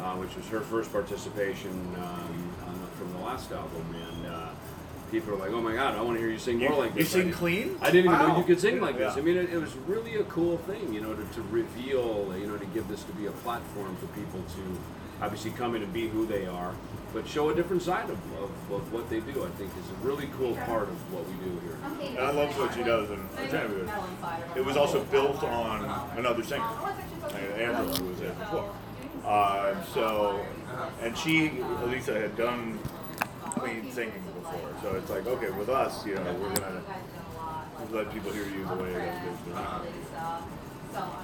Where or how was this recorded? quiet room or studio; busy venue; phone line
busy venue